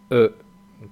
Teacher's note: Es un sonido intermedio entre la O y la E. Podríamos decir así un poco a lo bruto que ponemos la boca para decir una O, la cerramos casi del todo, dejamos solo un agujerito chiquitito y redondo como si fuéramos a silbar, pero en lugar de silbar decimos una E.